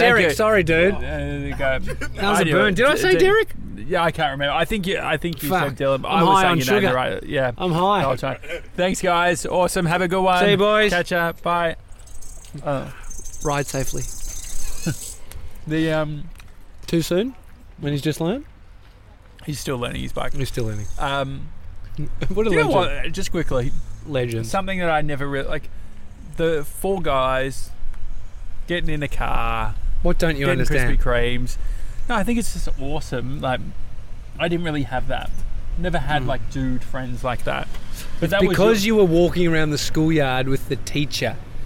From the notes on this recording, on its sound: Celebrating episode 40 of The Daily Talk Show LIVE from the Krispy Kreme carpark